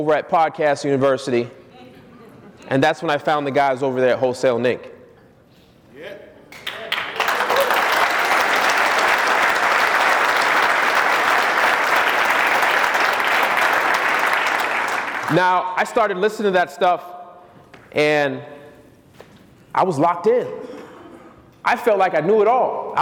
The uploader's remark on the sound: Keynote speech at Wholesaling Summit 2018